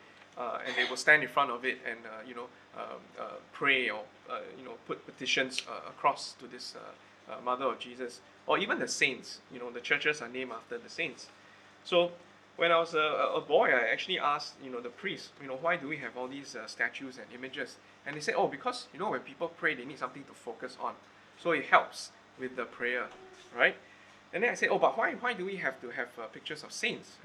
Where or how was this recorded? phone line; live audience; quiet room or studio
live audience